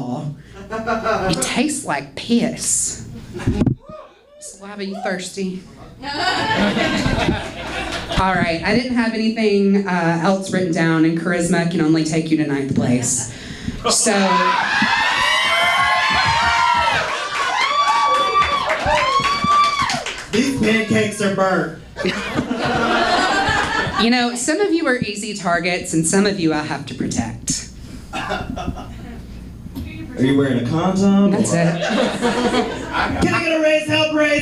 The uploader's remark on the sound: Live audio from Roast in Peace